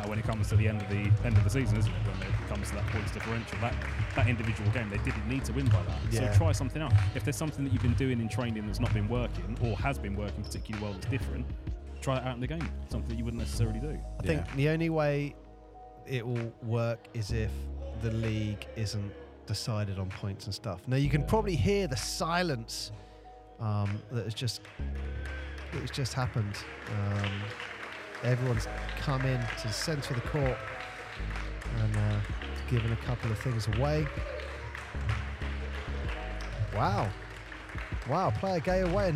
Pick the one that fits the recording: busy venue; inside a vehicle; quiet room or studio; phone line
busy venue